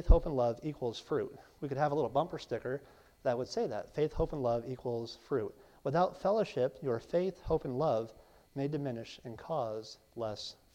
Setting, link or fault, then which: setting, large echoing room